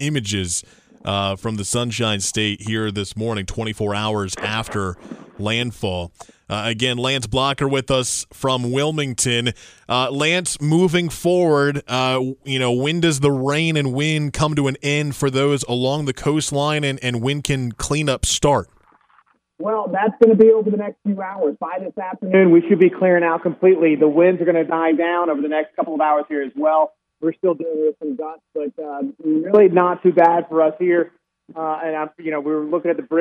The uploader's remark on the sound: Calls into the show from Wilmington.